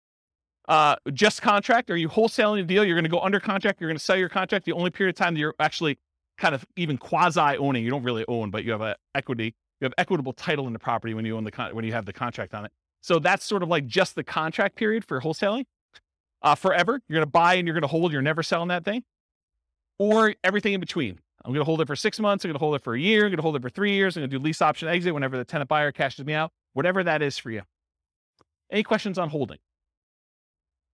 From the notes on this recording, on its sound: In Plano, Texas. This was a live class recorded to give investors a solid qualitative overview of all the different real estate investing strategies. Live in-person version.